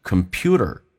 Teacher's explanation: 这个 P 不能浊化因为重音在 P 上